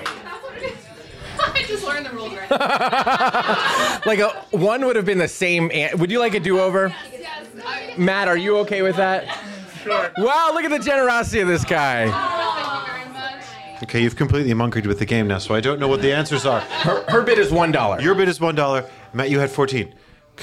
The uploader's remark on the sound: Live from Baltimore! In this live taping of The Pillar Podcast.